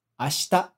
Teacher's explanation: Apesar de a gente escrever S-H-I, a gente, na verdade, não pronuncia o I